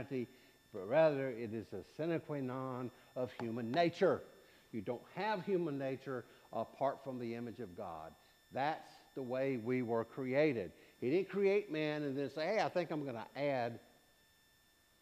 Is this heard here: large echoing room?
yes